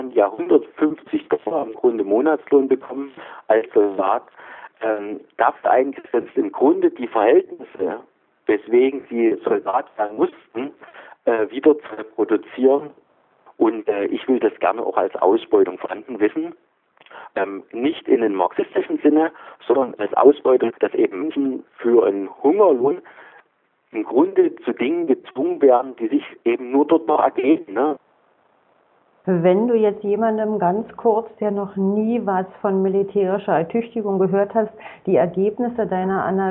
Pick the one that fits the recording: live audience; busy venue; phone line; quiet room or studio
phone line